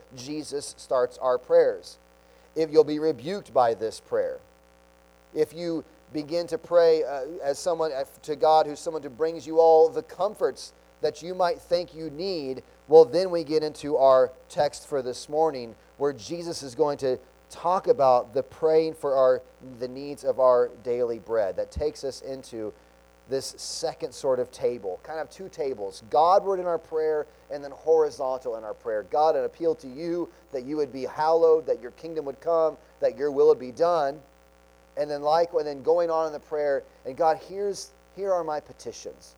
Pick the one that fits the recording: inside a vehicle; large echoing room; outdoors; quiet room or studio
large echoing room